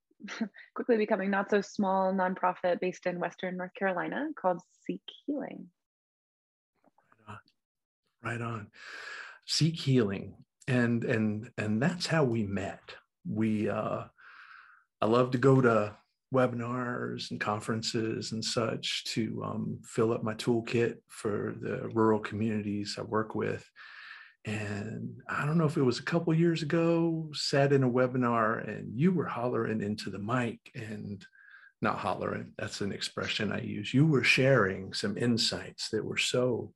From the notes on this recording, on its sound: Recorded 12.10.2021 from Raleigh, NC & Asheville, NC on Zoom